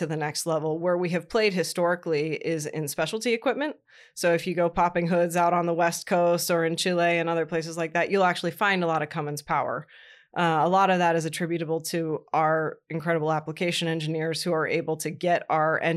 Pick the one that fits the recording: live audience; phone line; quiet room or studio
quiet room or studio